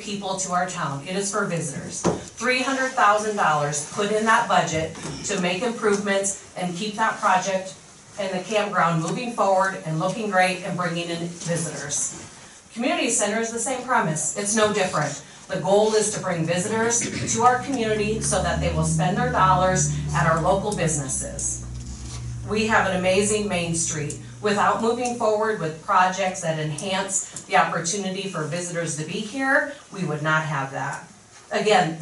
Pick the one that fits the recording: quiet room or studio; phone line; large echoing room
large echoing room